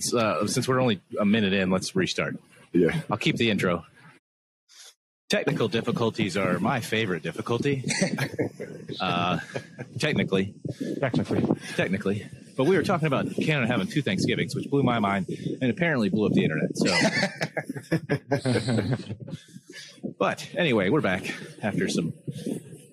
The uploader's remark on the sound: Apologies for the wind noise, we are plagued by technical difficulties as of late.